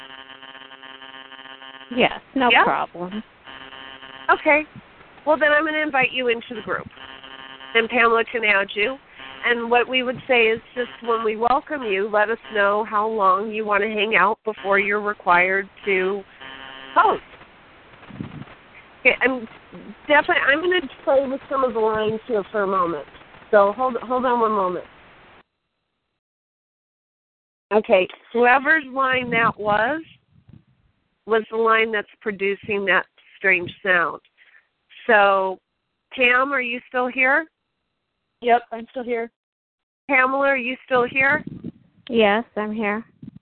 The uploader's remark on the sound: Team SAP Conference Call.